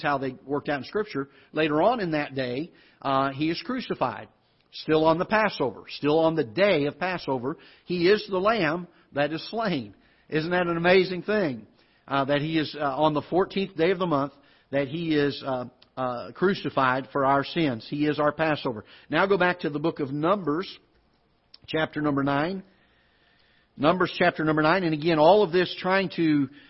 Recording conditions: large echoing room